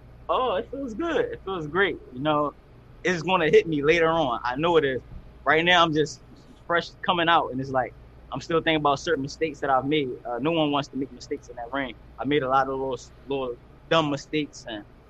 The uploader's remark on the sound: Media Conference.